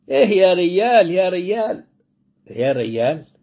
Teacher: في بعض المناطق الجيم لما تتحول إلى ياء